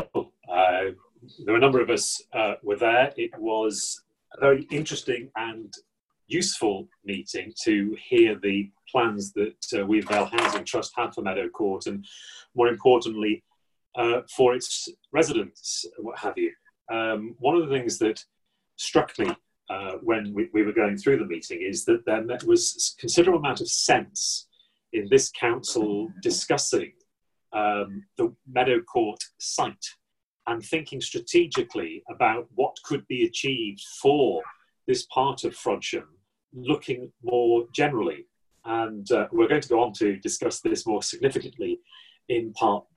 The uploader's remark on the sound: Audio recording of Frodsham Town Council's online extraordinary meeting